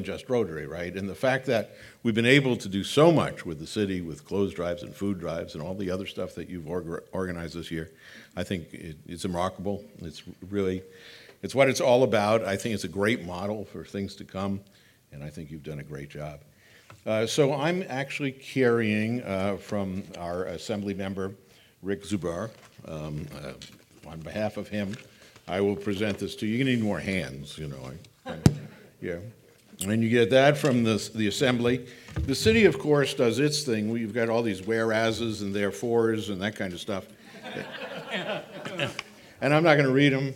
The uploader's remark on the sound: the live recording from the Roast